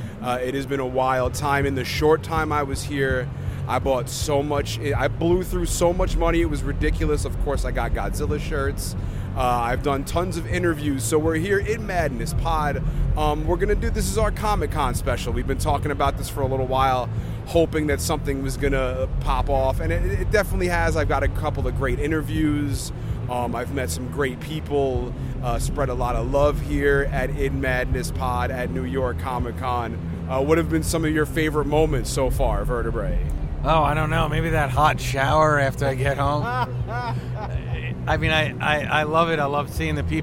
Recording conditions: busy venue